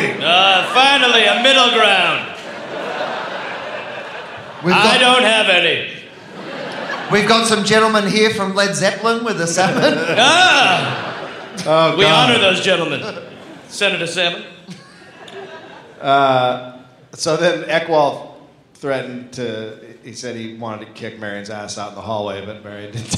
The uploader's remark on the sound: live in Seattle